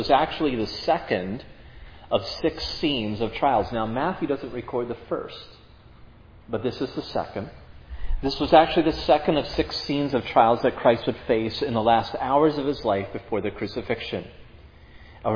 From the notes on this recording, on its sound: was preached at Providence Church on Sunday, July 17, 2022